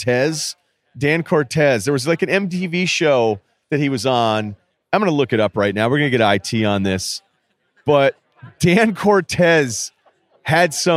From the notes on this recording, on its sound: Live from radio row in Miami.